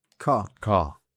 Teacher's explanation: La R al final de las palabras en inglés británico es muda.